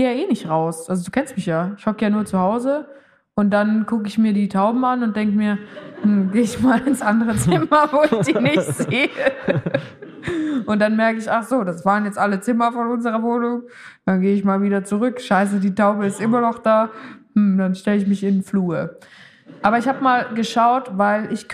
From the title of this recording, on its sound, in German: Ofenfrisch in Köln (Live)